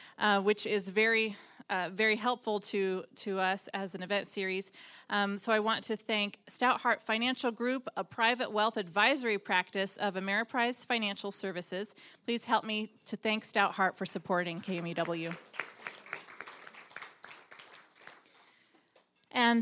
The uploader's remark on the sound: Here's the audio from the event